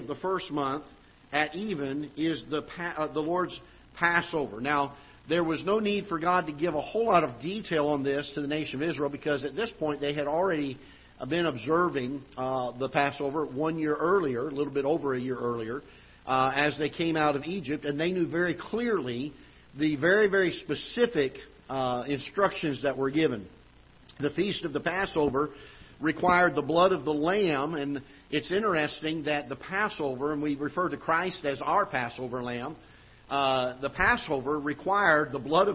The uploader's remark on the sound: Ketha Heights Baptist Church ~ Live Broadcast.